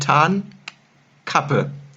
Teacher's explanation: Nehmen wir mal an, ich sage das Wort Tarnkappe. Ich bilde vorne einen Verschluss für das N, ich binde hinten einen Verschluss für das K und ich löse den Verschluss vorne, bevor ich den hinten löse und dann kommt ein Tarnkappe dabei heraus. · Term: kleines Knacken